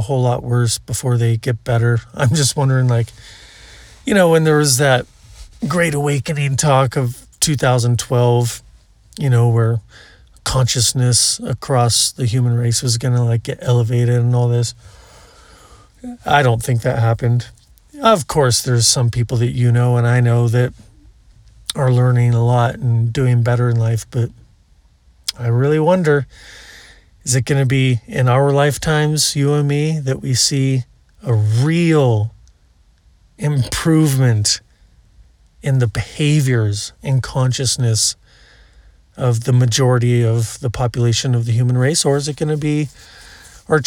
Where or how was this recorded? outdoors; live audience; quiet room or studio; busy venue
outdoors